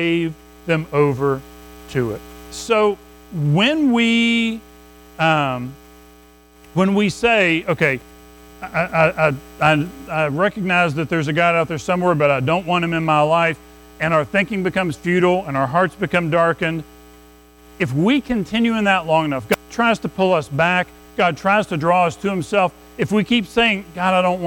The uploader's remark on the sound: Recorded at Madison Baptist Church in Madison WV on Jan 14, 2024